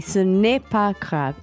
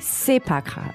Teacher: a lot of times in French, too, you don't say the ne. · Shown in: second take · When it's written, you say, ce n'est pas grave.